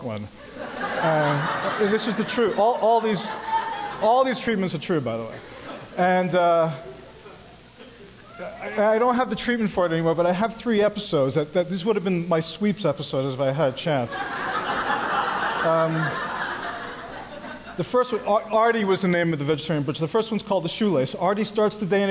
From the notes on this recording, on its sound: This performance was recorded at Say the Word, Un-Cabaret's seminal reading series at the Skirball Center in LA.